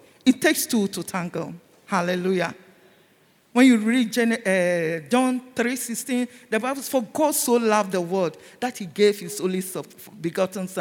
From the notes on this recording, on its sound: Sermon preached at CBC Shiashie Campus